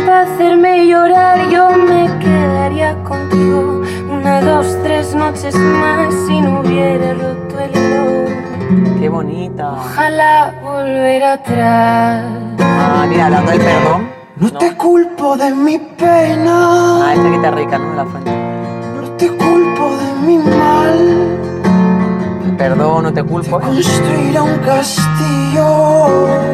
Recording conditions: inside a vehicle